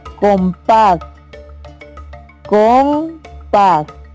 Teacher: La sílaba con es átona, porque lleva la menor intensidad.